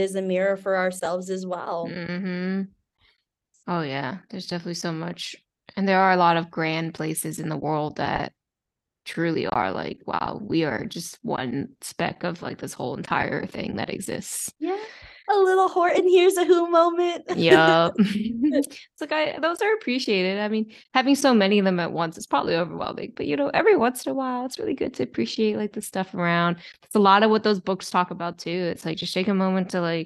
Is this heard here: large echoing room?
no